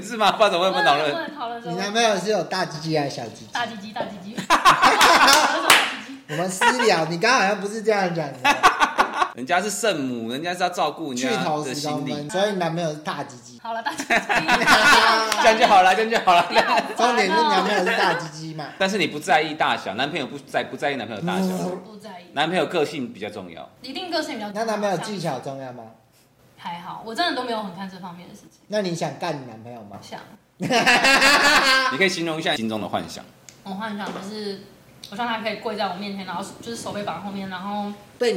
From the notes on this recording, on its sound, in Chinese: 目前錄音器材有點陽春，錄音品質請見諒！